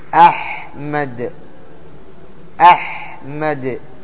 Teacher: حروف الحلق الهمزة والحاء، الهمزة تخرج من أقصى الحلق والحاء تخرج من وسط الحلق. الآن أحمد فيه إظهار عند الجميع، إظهار عند الجميع.